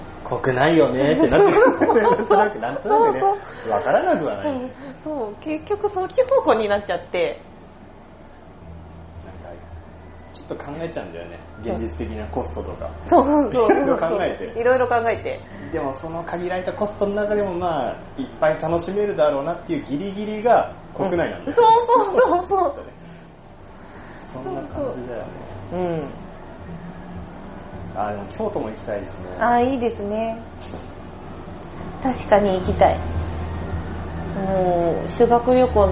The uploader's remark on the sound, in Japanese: いつにも増して雑音が酷いです